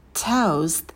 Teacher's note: На «т» добавляем придыхание, потом дифтонг «эу».